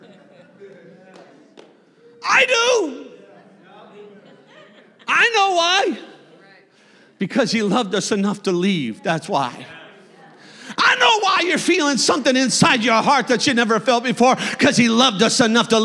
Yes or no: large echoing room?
yes